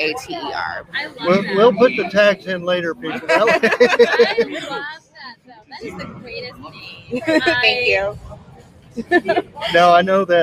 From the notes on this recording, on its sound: TCH Interviews throughout Day 1 of Galveston Island eSports Summit.